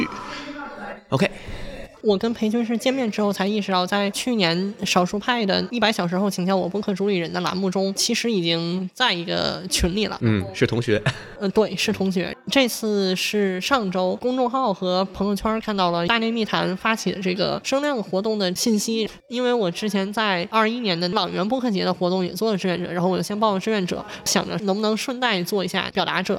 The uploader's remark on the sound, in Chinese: 参加由大内密谈举办的线下播客活动「声量The Power of Voice」期间进行的录制。作为一期非常即兴的对谈，录制场地也很即兴的放在了一家面包店内，音质环境相比之前节目会有些嘈杂。